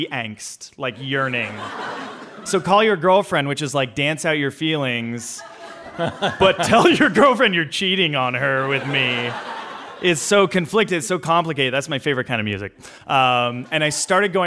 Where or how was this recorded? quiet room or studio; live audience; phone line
live audience